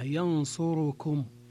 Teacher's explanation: ينصروا جاءت معها كم أو لم تأتي معها، تبقى ضمة الراء تامة · Term: إتمام ضمة الراء